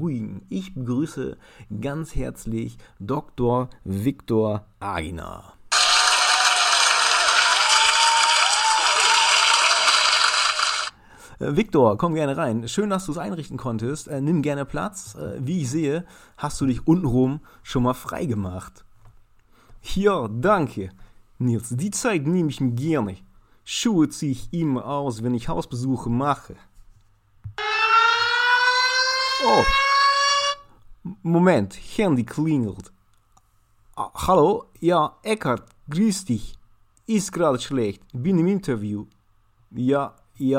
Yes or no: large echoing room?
no